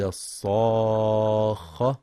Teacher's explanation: يراعي القارئ مد الصاخة 6 حركات لزوما